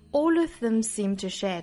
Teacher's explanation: 这个 all 和 of 一定要注意是一个辅加元的连读